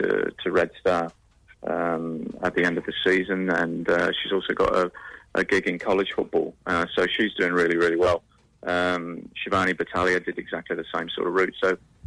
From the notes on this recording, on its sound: Special guests live by phone